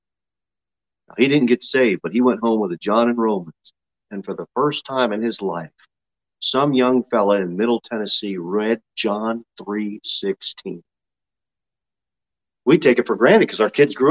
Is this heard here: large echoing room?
yes